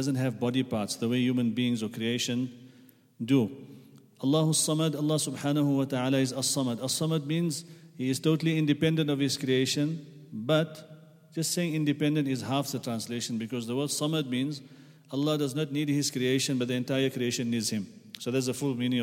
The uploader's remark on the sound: at the Houghton Masjid (West Street)